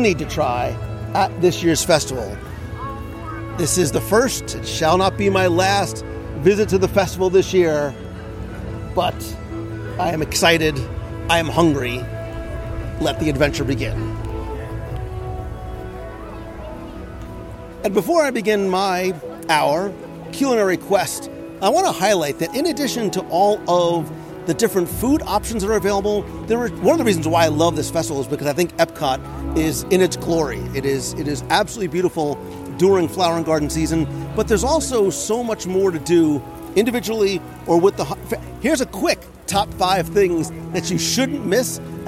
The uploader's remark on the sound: Live from the first day of the Festival.